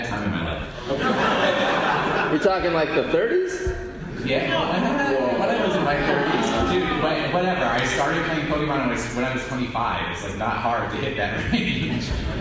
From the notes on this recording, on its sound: Live from PAX East 2018. Presented at PAX East, the audience helps create a list of the best Pokémon and why. Due to this show being recorded live, the audio does not represent the full production of how ISE is normally recorded. This show did have audio issues and this was what was saved.